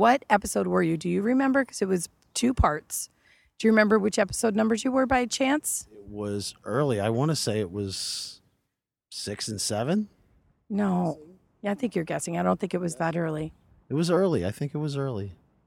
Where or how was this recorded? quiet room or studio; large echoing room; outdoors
outdoors